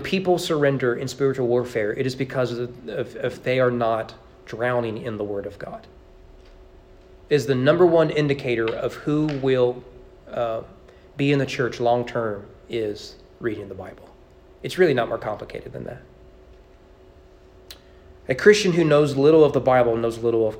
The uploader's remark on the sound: Sermon preached at East Frankfort Baptist Church on Sunday evening October 23, 2022.